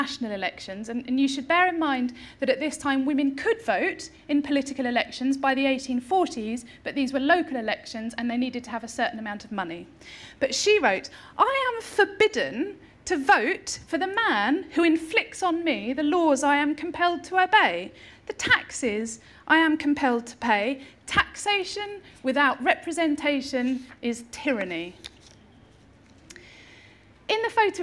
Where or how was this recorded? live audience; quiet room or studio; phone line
live audience